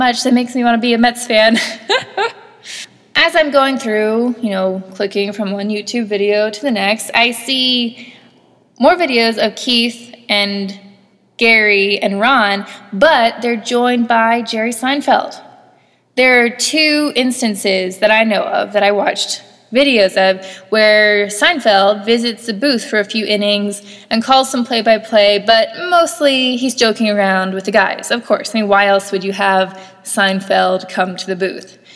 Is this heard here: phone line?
no